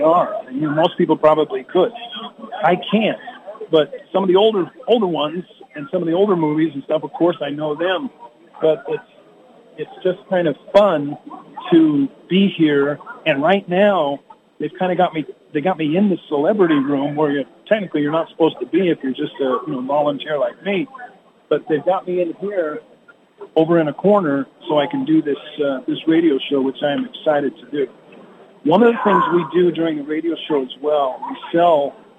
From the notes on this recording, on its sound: Live at the FanX Convention in Salt Lake City